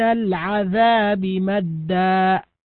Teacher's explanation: العذاب اللام لام التعريف الساكنة، وأتى بعدها العين وهذه من حروف الإظهار · Term: اللام قمرية